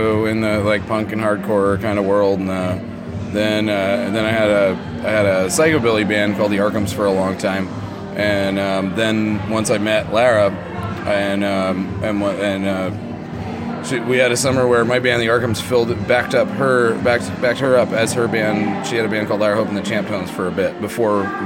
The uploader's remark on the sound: at the Artworks Trenton Monsters Ball